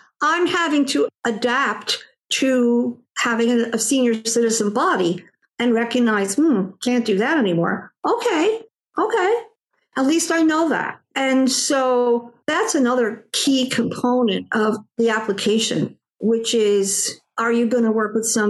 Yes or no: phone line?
no